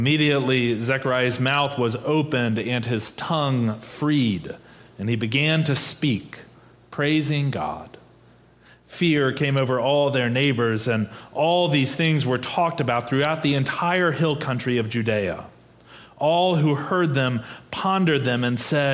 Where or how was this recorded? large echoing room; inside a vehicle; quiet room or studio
large echoing room